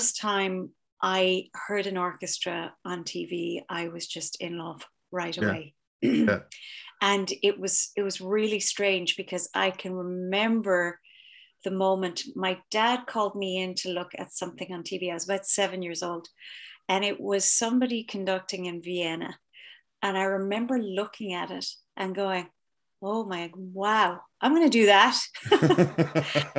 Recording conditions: video call